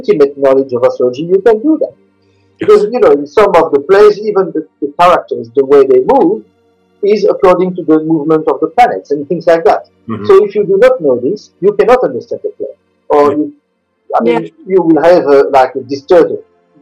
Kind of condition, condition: fault, poor sound quality